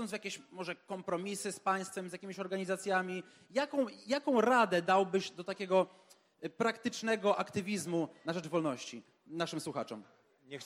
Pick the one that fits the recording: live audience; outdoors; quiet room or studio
live audience